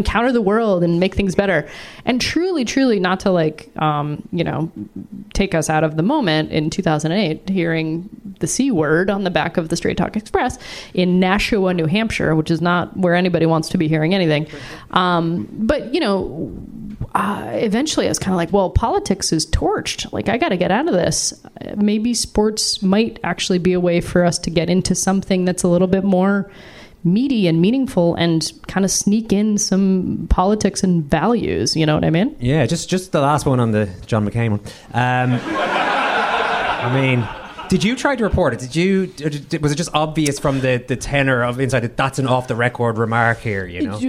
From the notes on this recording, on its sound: First-time live guest. Joined us in The Brass Monkey in New York’s Meatpacking District.